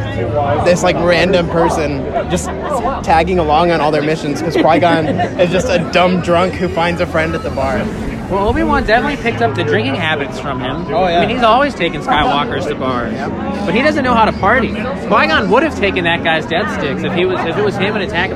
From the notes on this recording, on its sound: Live from Six Flags Fiesta Texas. With recordings straight from Six Flags Fiesta Texas. We record a part of the show from the world's tallest and fastest pendulum.